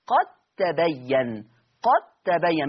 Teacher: قد تبين هنا أضغمت الدال في التاء إضغاما واجبا · Term: إضغام واجب